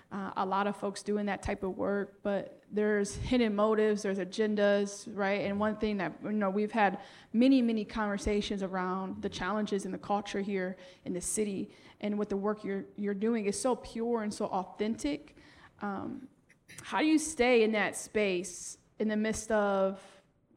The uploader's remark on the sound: We Went LIVE For Episode #83 with an in-person audience + special performances!